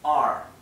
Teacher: Our Father es entre medio de una O y una A